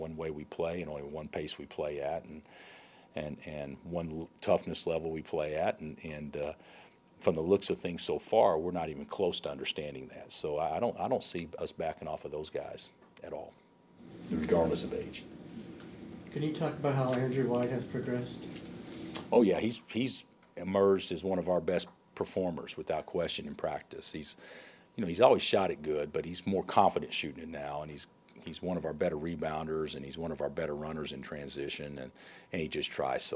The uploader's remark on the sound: Press Conferences & Post-Game Interviews